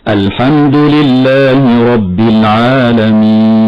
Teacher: أما الياء فالمد فيها من قبيل المد الطبيعي في حالة الوصل، أما في حال الوقف فتمد من قبيل المد العارض للسكون فيه القصر والتوسط والإشباع، هكذا بالقصر: الحمد لله رب العالمين.